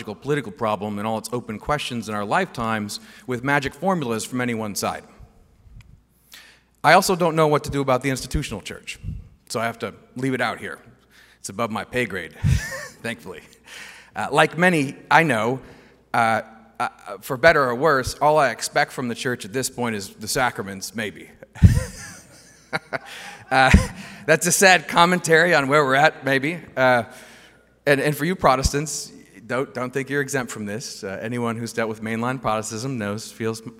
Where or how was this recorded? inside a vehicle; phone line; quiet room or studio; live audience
live audience